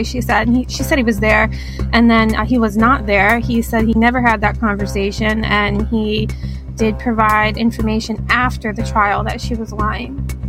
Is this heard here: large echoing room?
no